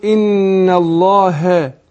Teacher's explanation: الهاء حرف مستفل مرقق